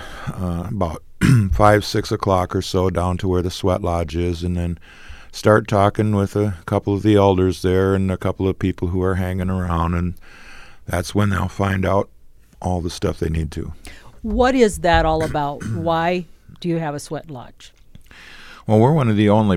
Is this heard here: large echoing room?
no